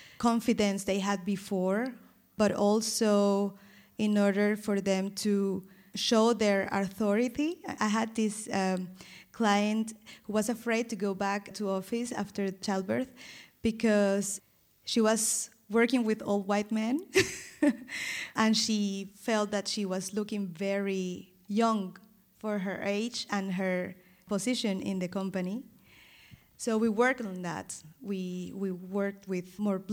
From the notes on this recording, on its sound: From our live recording at Podfest Berlin.